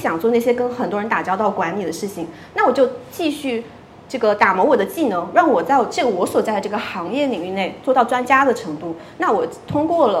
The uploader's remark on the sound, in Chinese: 本期节目是7月16日上海自由会客厅线下活动《个人IP型一人公司，如何跑通商业闭环》的现场录音，现场一共3位一人公司型嘉宾做了分享。